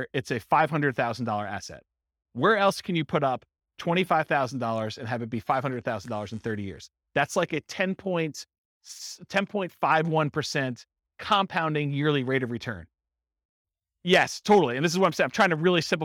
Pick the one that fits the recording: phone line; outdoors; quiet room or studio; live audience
live audience